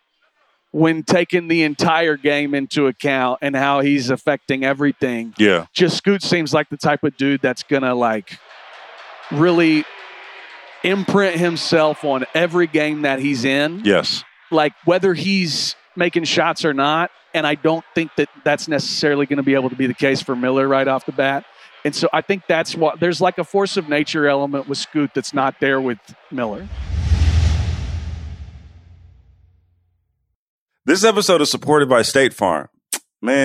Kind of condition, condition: setting, busy venue